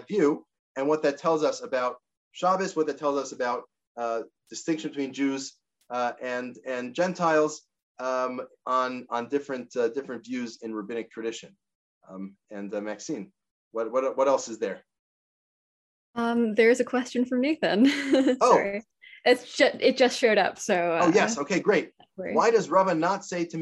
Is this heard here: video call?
yes